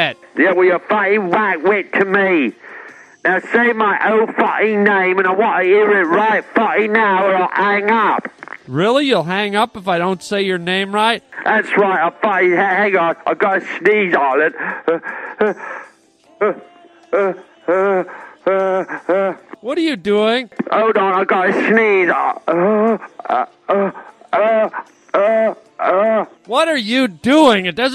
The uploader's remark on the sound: phone calls from listeners